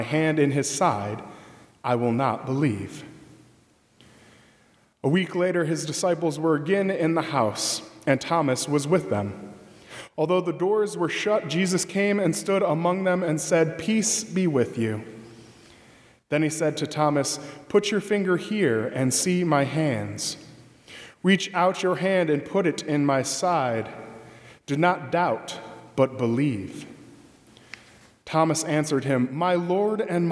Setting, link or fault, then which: setting, large echoing room